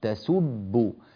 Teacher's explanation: طبعا السين عندنا سين مضمومة سو، والباء عندنا مشددة بالضم، الحرف المشدد في حقيقته هو بزينة حرفين، والباء هنا مشددة فهي بزينة حرفين، باء ساكنة أولا ثم باء مضمومة بعدها